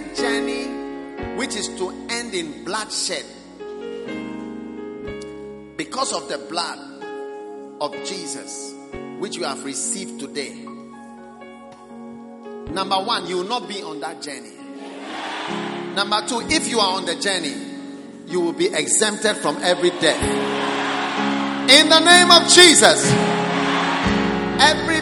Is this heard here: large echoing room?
yes